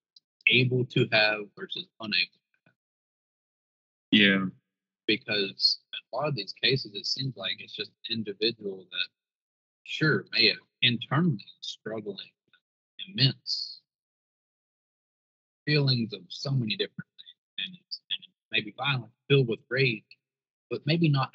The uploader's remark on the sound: The audio is a bit off in this episode